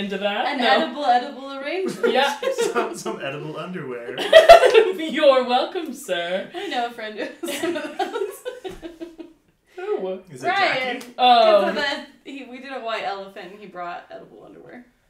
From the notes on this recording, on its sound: Disclaimer: SNEAK PEEK Episodes are episodes we made in trying to determine how the pod would work, as such there are some less than desirable audio and video issues as well as general awkwardness.